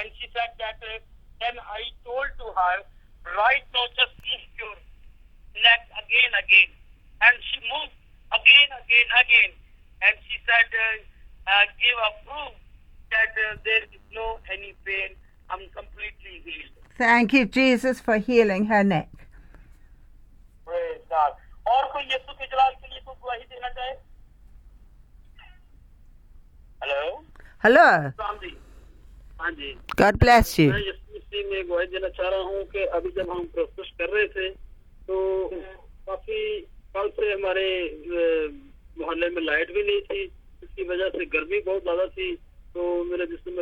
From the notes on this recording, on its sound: Speaking via phone to group in Pakistan.